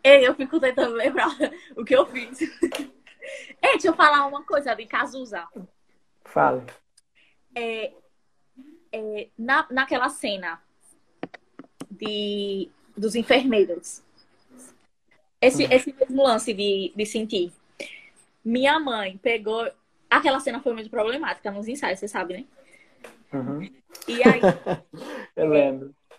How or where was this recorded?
video call